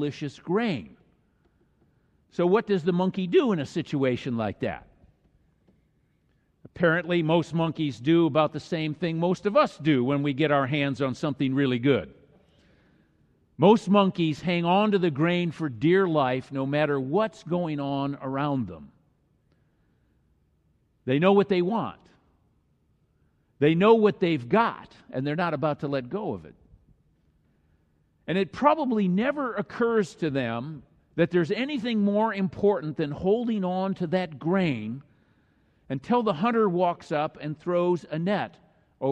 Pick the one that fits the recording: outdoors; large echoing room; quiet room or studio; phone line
large echoing room